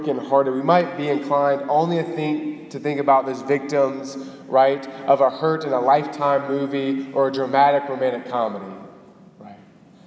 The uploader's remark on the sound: Delivered on February 5, 2018 at the Cathedral of the Nativity of the Blessed Virgin Mary in Biloxi, MS.